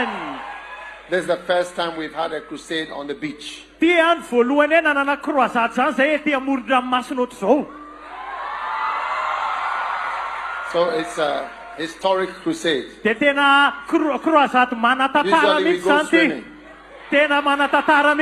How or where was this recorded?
live audience